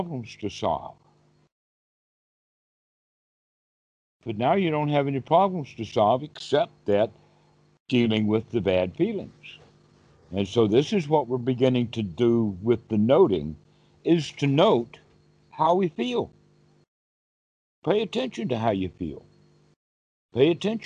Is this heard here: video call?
yes